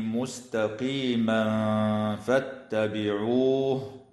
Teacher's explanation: ويخفى التنوين عند الفاء مع الغنة المرققة في قوله تعالى: مستقيما فاتبعوه.